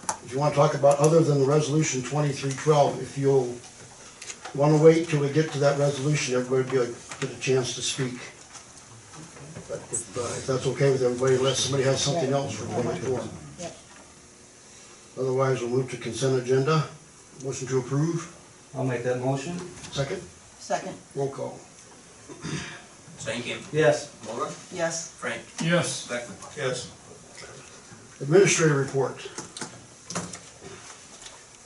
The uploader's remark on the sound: March 20, 2023 Lake View City Council Meeting